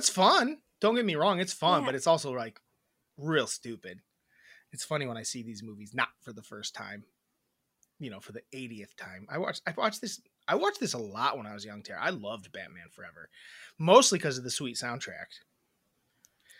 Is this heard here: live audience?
no